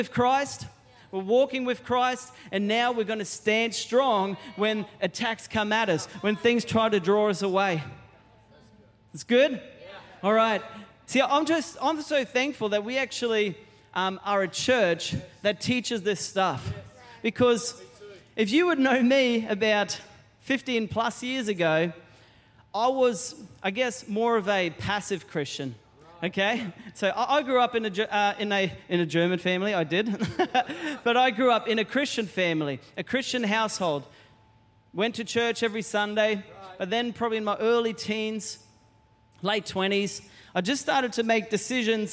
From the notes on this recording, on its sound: Recorded during our 9am service.